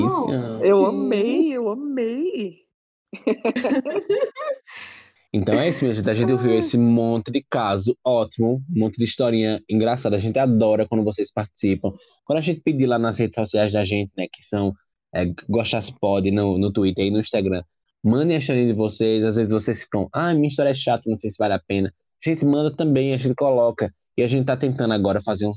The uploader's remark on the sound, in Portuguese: Esse episódio foi gravado remotamente